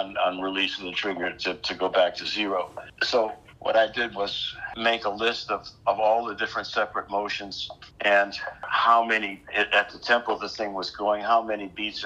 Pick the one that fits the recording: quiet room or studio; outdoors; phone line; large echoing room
phone line